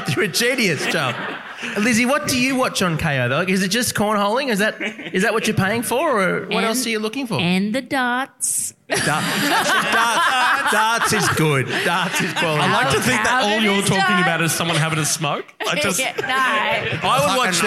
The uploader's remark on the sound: LIVE at Grapes of Mirth. At the Grapes Of Mirth festival!